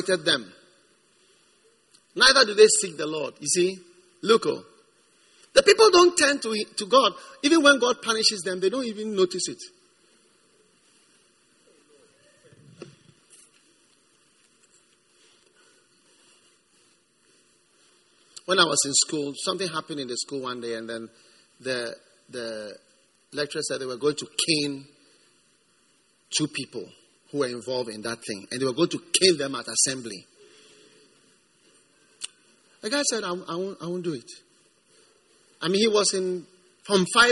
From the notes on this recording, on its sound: Preached at the First Love Gathering Service.